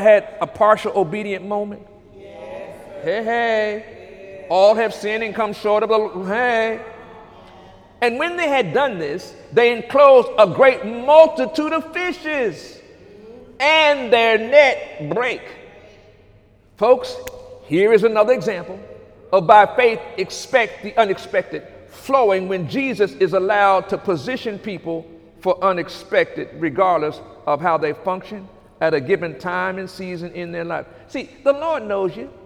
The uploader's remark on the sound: During Sunday morning service